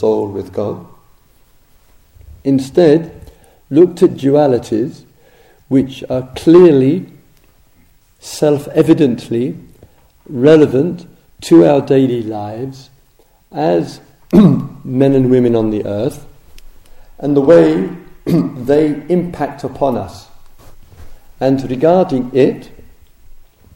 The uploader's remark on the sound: Dharma Talk recorded at the Spirit Rock Meditation Centre, USA, October 2007.